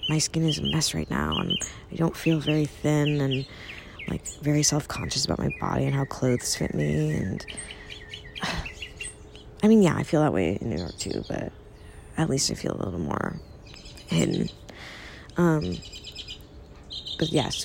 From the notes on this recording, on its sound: Recorded from the backyard. Lots of birds.